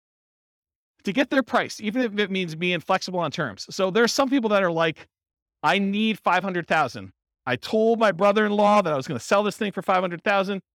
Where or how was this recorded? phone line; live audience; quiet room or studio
live audience